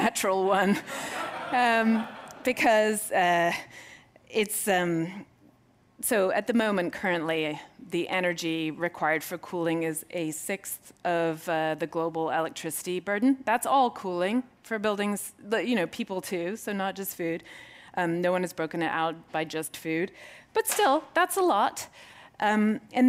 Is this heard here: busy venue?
yes